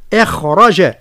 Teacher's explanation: أخرج الهمزة مرقة والخاء مفخمة